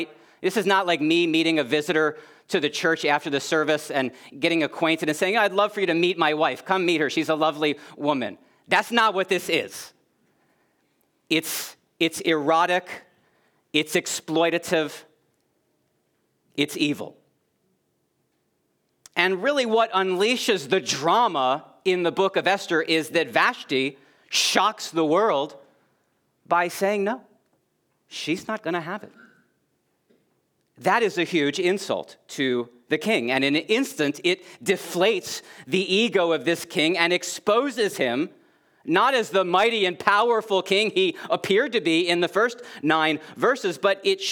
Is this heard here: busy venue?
no